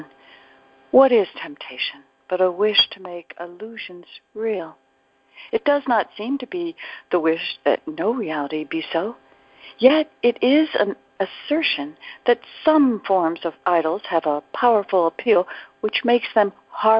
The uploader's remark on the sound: ACIM Daily TEXT Conference Call